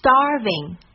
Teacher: 紧接着是一个咬唇音，这个音在中文发音中是没有的哦